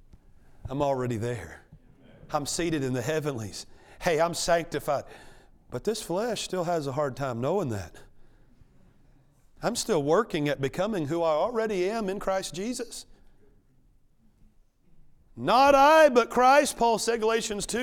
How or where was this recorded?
large echoing room